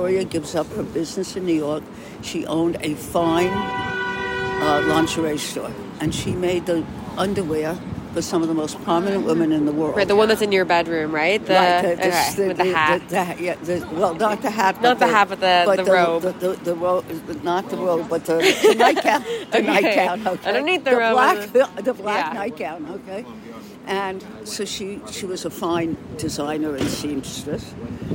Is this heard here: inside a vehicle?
yes